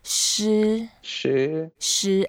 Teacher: it's a first tone, and you can make it slightly longer